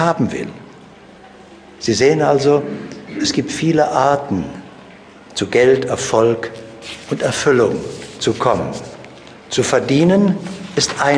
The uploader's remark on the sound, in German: Dieser Live-Mitschnitt ist nicht mit einer Studio-Qualität gleichzusetzen. Hintergrundgeräusche machen das Seminar lebendig.